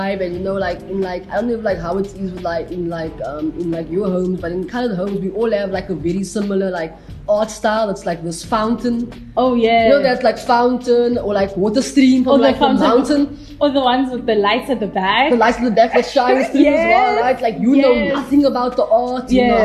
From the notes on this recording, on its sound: Special thanks to Ground Culture for letting Outside Radio record this episode at their coffee shop.